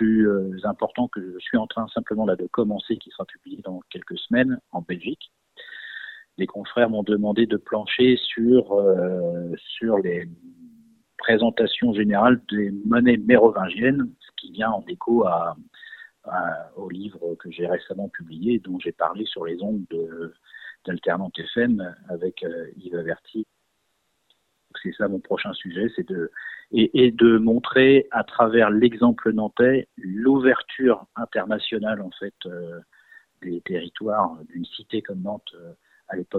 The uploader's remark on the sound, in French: nous avons joint par téléphone